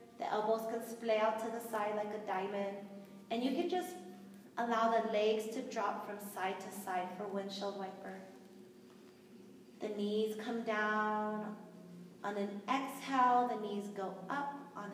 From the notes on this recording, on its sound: This class was recorded live in studio